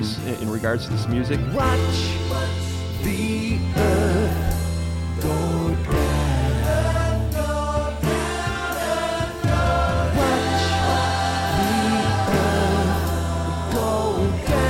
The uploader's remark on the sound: in front of an audience at the Goose Island Tap Room for an interview and intimate solo performance.